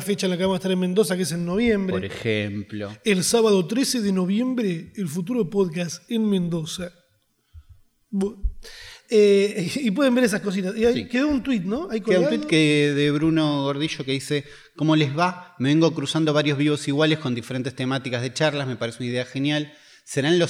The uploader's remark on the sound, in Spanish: En vivo desde Rosario